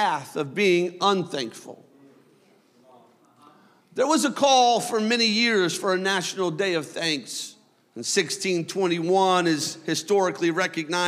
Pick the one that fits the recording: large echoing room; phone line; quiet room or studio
large echoing room